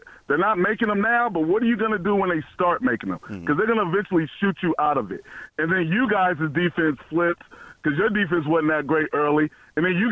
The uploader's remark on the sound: take a phone call